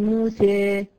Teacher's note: تلاقي الطالبة دايما تجيب إمالة، ما بتطلعش ألف محض، بتطلعه ما بين الياء والألف